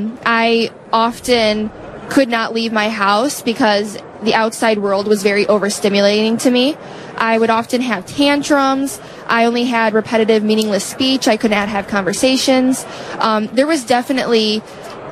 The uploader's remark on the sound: Live From Radio Row Day 4